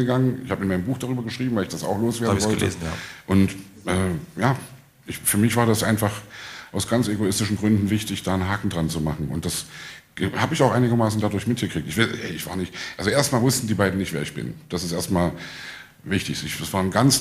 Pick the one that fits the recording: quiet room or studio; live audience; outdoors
live audience